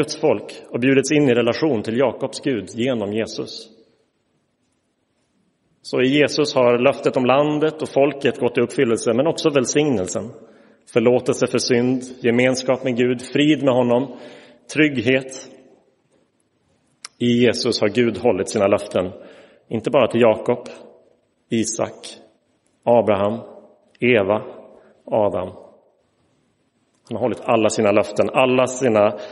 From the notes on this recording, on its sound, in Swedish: Inspelad i Roseniuskyrkan